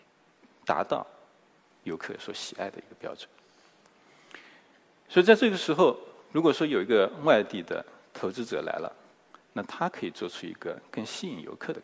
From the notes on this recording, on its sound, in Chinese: 一席现场